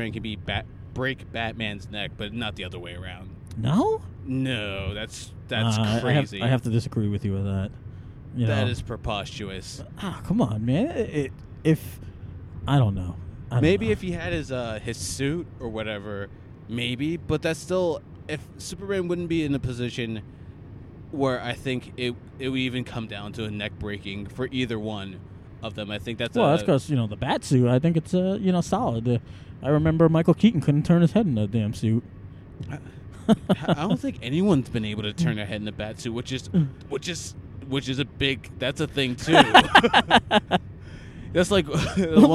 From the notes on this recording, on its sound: This was an impromptu Podcast extra taped while taking a drive to a place where we need a Superhero, the Trenton, NJ Transit Train Station.